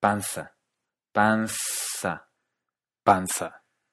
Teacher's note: Se pronuncia igual que la C, es decir, como S latinoamericana